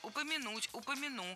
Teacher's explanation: Ударение в этом глаголе ставится на последний слог.